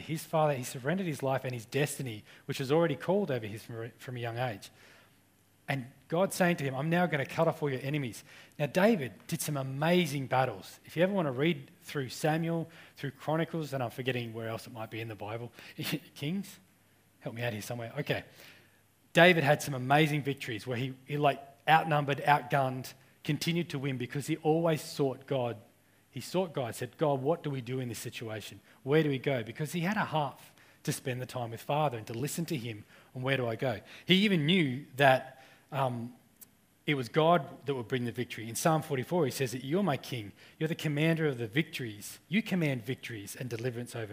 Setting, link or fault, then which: setting, large echoing room